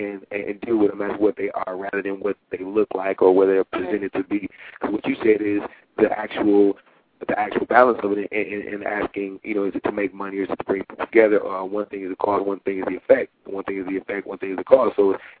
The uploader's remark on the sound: Live call-ins & music features included!